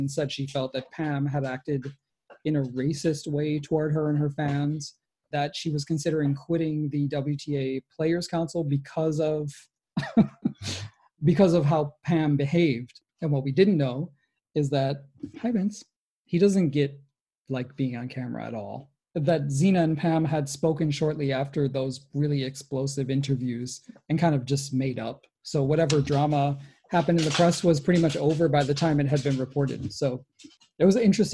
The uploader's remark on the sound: This week, we attempted our very first live show on Zoom. Contributed to the live chat, and submitted questions.